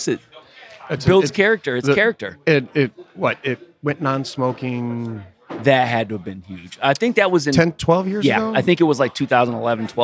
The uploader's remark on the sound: It has stood on the corner of Edison Rd & St Rd 23 since 1962. We record AT The Backer.